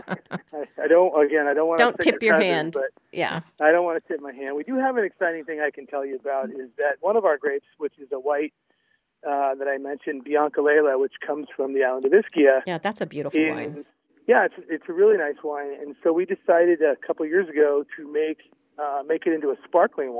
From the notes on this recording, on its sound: Called in today to share what you can find at his beautiful winery (just a short ride from downtown Healdsburg).